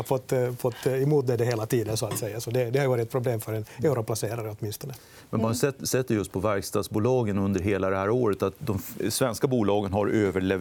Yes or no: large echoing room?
no